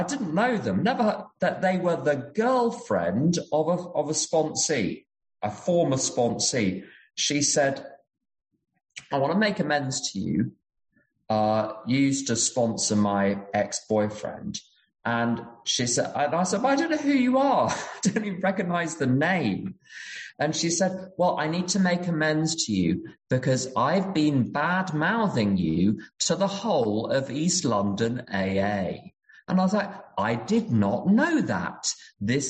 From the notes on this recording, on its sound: Recorded at the end of June 2022 at the Friendly Circle zoom meeting in Berlin.